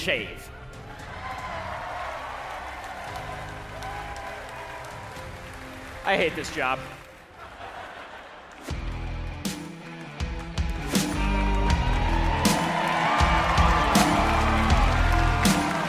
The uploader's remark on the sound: Our biggest live event of the year happened tonight at the historic Ryman Auditorium in Nashville, TN.